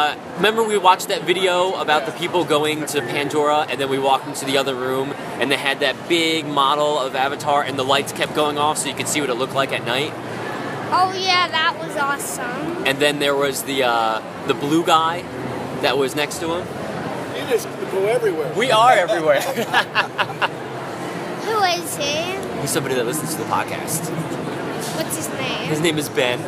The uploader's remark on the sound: D23 Expo 2015 Super Show. On the Expo floor.